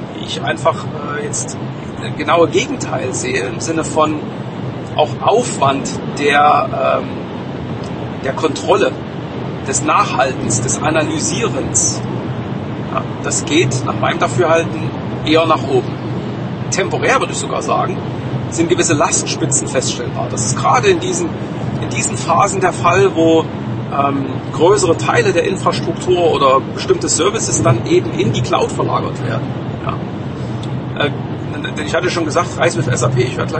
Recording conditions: background noise